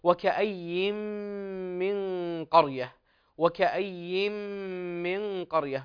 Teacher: نون ساكنة أتى بعدها حرف الميم، وها هنا من حروف الإدغام